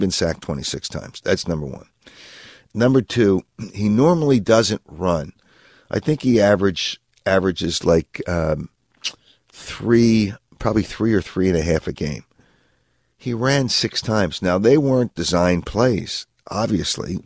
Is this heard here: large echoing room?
no